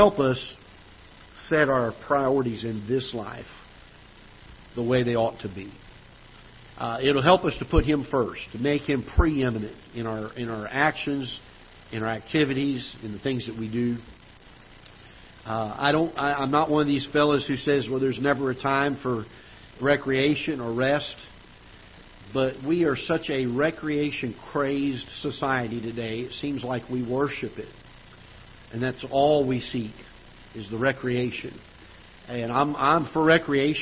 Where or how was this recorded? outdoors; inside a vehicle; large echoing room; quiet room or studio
large echoing room